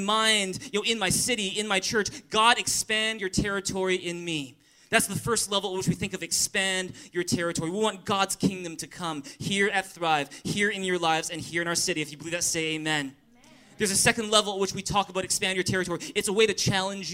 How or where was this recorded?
large echoing room